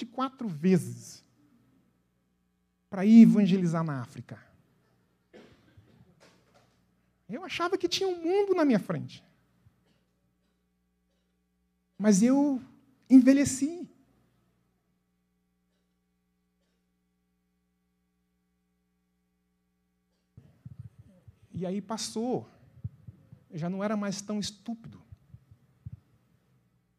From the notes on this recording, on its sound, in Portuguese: na Igreja ABA Curitiba (Transmitido ao vivo)